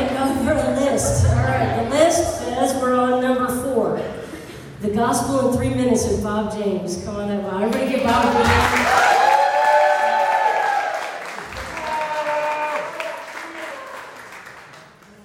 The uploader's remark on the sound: Sunday Sermons - Live in-person.